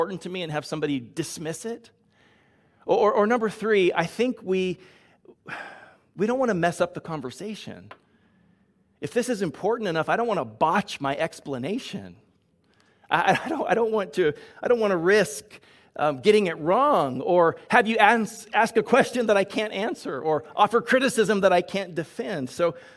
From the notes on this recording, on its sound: Delivered on 27 February 2022 at Grace Church of La Verne